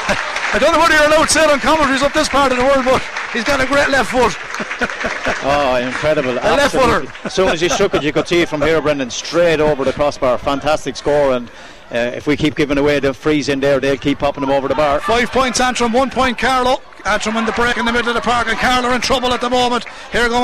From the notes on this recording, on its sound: We were live from Corrigan Park